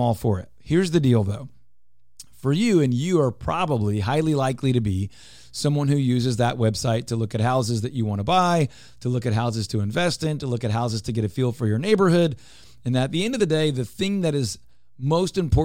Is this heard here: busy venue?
no